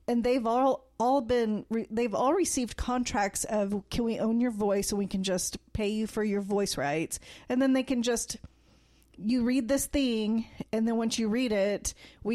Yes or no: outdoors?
no